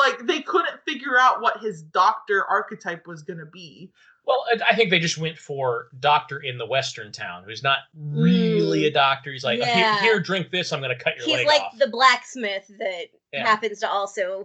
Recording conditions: poor sound quality